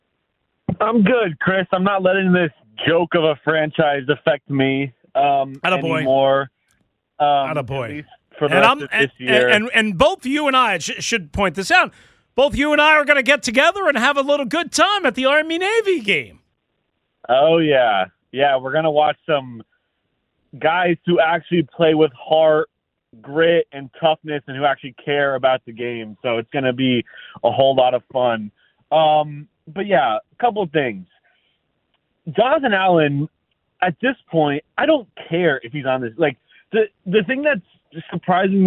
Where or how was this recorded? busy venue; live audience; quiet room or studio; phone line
phone line